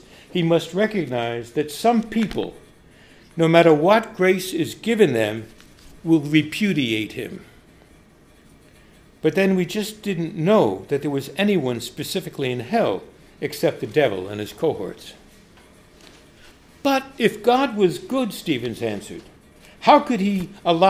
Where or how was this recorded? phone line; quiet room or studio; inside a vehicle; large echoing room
large echoing room